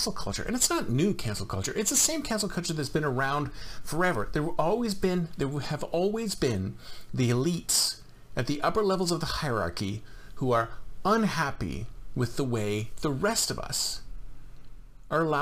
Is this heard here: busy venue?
no